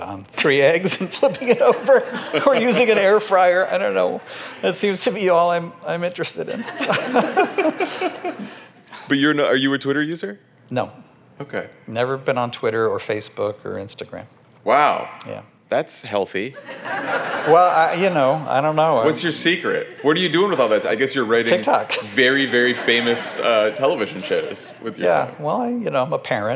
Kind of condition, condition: setting, live audience